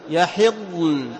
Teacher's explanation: تصل الضاد بالنون ولا تضغم بل تظهر الضاد عند النون. واللائي لم يحضن، يحضن. · Term: إظهار الضاد